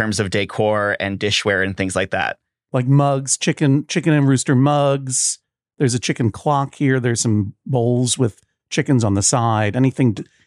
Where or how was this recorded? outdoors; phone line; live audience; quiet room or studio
quiet room or studio